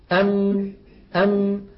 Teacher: نصف الميم الشفوي في الحقيقة شديد، لكن النصف الخيشومي قابل للمط · جزء شفوي وهو انطباق الشفتين على بعضهما، ويصاحب ذلك غنة من الخيشوم. مجموع هذين العملين يشكل حرف الميم.